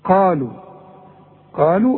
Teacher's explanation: القاف من اعلى حروف التفخيم وبعدها الف